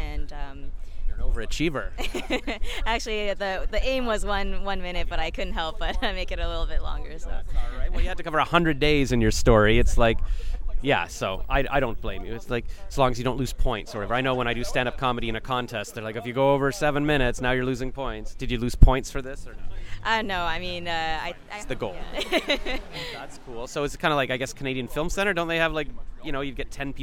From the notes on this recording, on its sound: I interviewed her at Ottawa International Animation Festival on Sep 24, 2022.